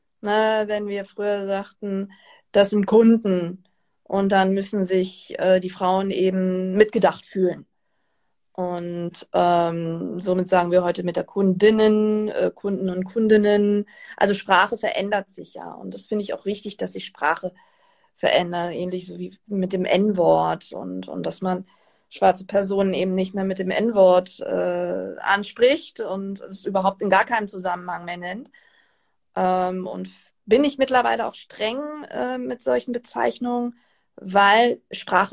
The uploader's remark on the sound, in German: In einem Instagram-Live sprach sie am 27.